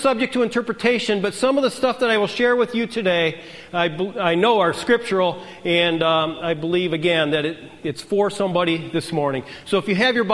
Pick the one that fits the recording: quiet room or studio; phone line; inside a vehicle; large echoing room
large echoing room